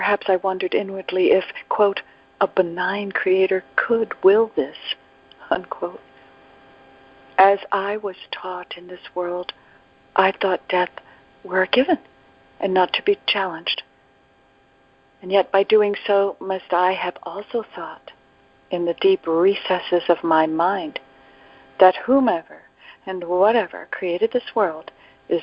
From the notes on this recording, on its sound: ACIM Daily Conference Call